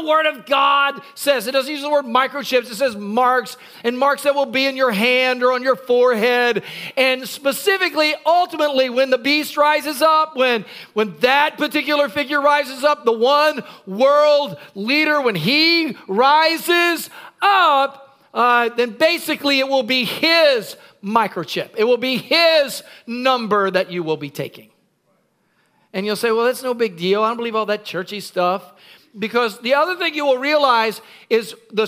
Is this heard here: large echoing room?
yes